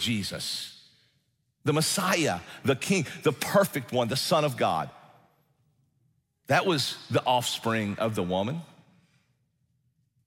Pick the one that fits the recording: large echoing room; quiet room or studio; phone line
large echoing room